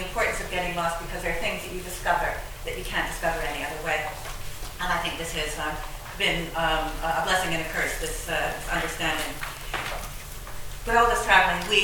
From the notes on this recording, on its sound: at the Worlds Literature Festival Salon